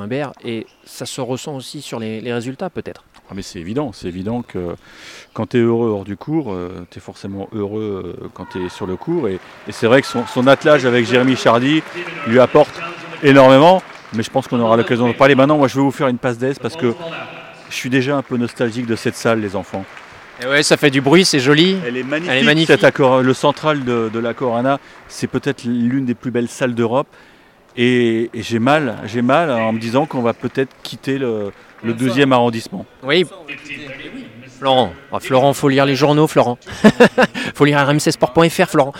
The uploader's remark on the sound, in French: C 'est parti pour le dernier Masters 1000 de l'année à Paris. En direct des tribunes du court central.